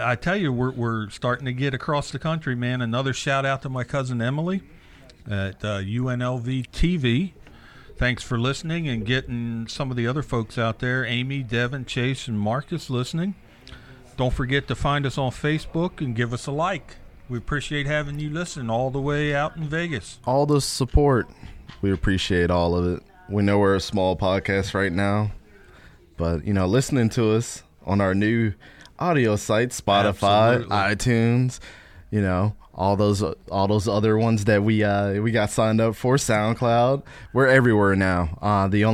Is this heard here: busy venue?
yes